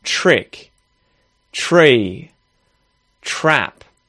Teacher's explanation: T followed by R in English. That's when we also turn that T into a ch sound. So instead of saying trick, trick, or tree, or trap, we'll say trick, tree, trap.